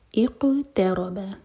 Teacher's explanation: تو یہ پہلا ورڈ ہوگا اقترب. قاف پر قلقلہ، تا لائٹ، را ہیوی، با لائٹ